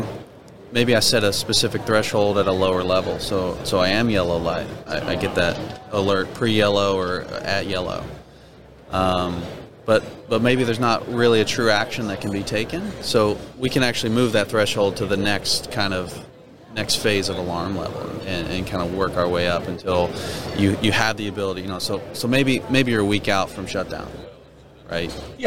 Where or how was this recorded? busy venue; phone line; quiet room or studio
busy venue